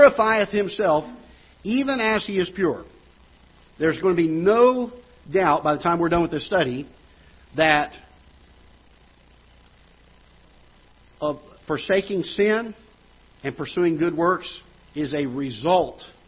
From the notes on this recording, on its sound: Ketha Heights Baptist Church ~ Live Broadcast.